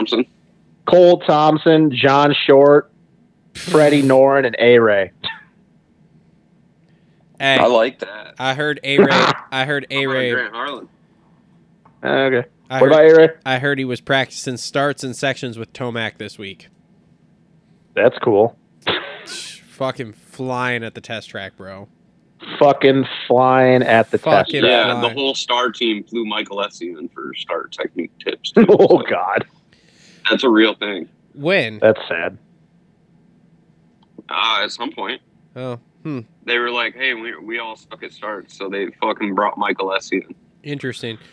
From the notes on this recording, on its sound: Jump on the phone.